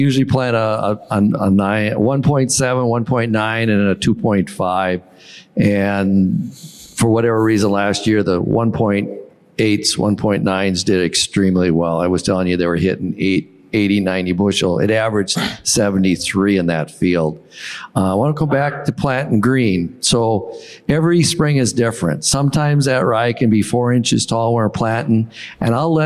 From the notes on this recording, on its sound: In this rapid-fire panel discussion from the 2023 National No-Tillage Conference.